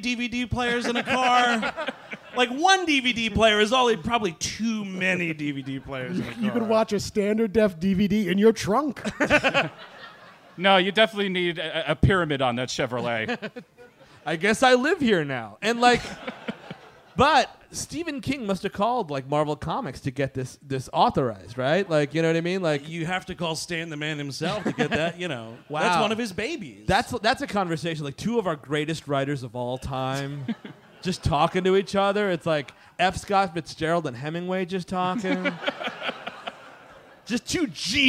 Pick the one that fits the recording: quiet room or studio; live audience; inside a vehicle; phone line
live audience